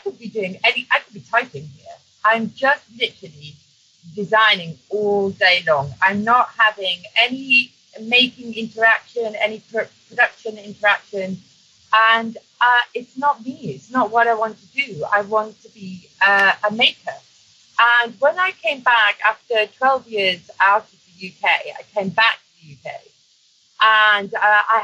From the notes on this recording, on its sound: Please note that we had audio recording issues with this episode. We did our best in post-production, bug the audio quality is not up to our usual standards.